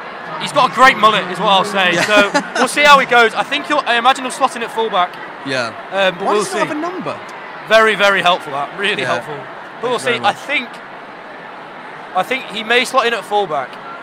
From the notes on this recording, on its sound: Listen in to the LIVE commentary from the 2023 Rugby Union Finale as we relive the crunching tackles, weaving tries and a few streakers in between.